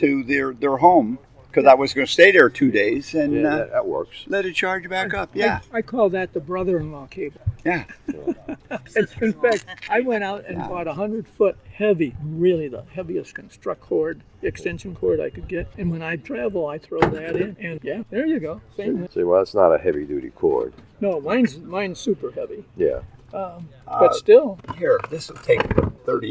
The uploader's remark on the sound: This show was recorded outdoors and has sub-standard audio.